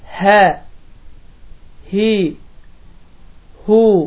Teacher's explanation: bu hərif incə hərfdir və bu hərfin məxrəci boğazın sonudur. Və bu hərf əda olunduğu zaman heç bir boğazda sıxıntı baş vermir. · Term: hə hərfi